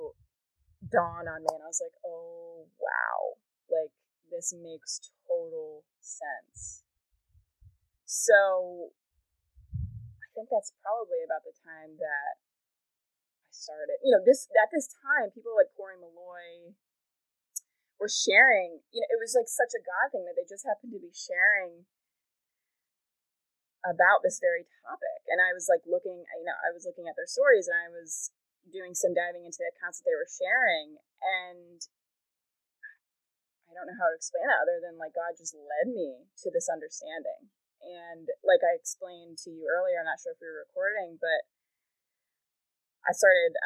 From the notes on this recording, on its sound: this episode was recorded via Zoom, so the sound quality may be interrupted periodically